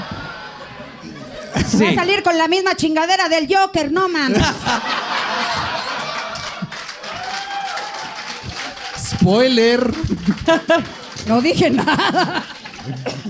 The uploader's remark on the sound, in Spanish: en vivo